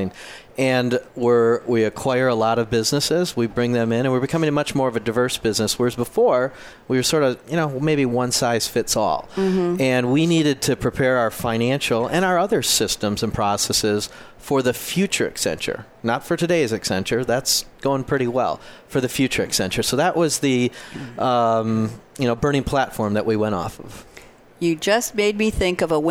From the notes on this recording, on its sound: Wrapping up the Live event with Thought Leader live at SAPPHIRE NOW 2017.